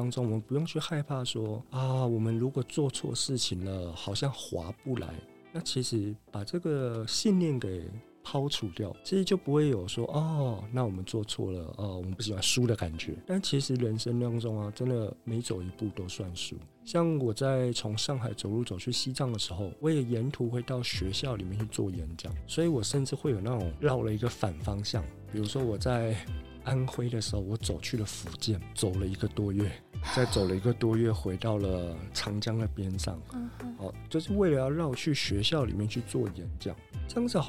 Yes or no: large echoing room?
no